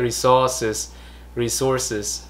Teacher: đấy resources resources đúng rồi cái nhấn âm thì đúng nhưng mà cái cái phát âm cái chữ r đấy thì thì hơi bị không có cong của lưỡi